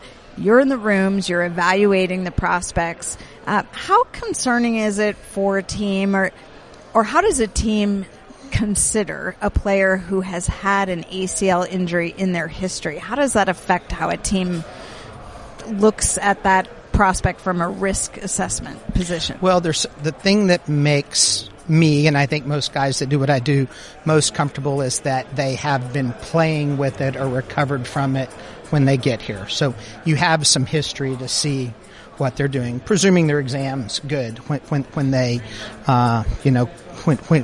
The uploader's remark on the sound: Live From the 2019 NFL Combine